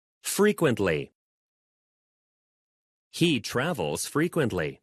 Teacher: 이렇게 ly 앞에 있는 t 죽이면요. 훨씬 더 자연스럽게 영어 발음할 수 있을 거예요.